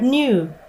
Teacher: When you pronounce the word nook, the tip of your tongue is right behind your upper teeth. In the word new, the sound N is palatalized